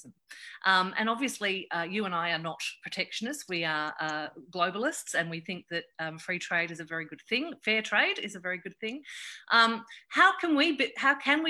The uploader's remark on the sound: chat in a Facebook Live event on 8 May 2020